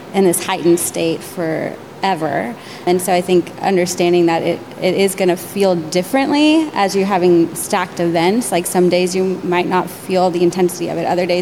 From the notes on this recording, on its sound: In this live event recording